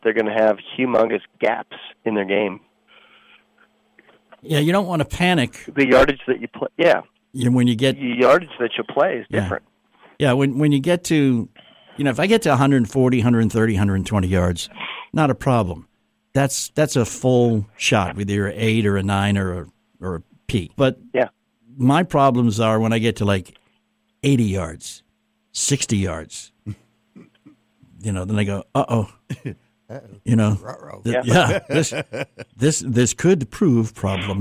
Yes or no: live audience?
no